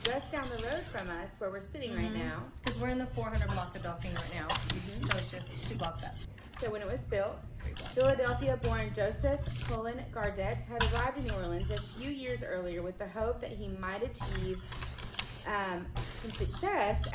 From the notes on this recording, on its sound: We are live from May Baileys in New Orleans.